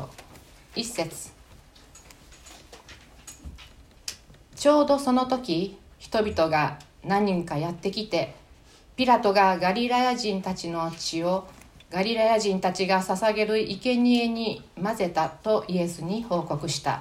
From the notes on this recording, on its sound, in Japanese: 2020年9月27日吉備教会礼拝メッセージ録音